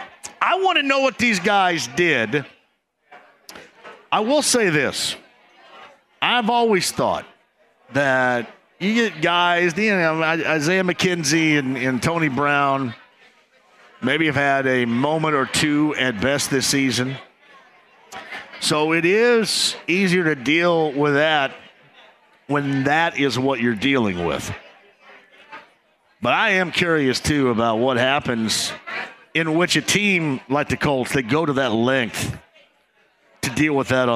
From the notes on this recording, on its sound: Starts from Britton Tavern.